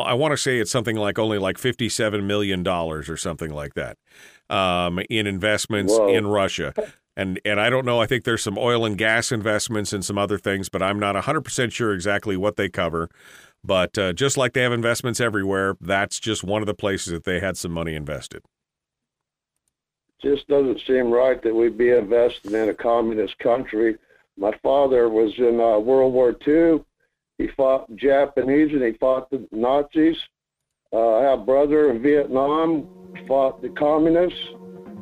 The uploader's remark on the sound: Then we'll take some phone calls